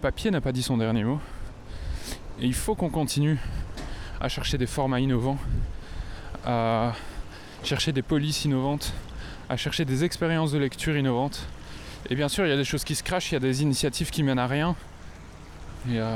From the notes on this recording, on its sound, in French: Cet épisode a été Lmajoritairement enregistré en pleine rue. C'est un plaidoyer pour l'utilisation d'une bonnette anti-vent efficace.